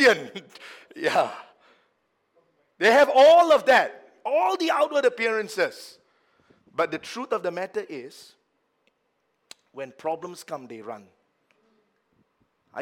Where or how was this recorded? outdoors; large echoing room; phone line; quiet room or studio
large echoing room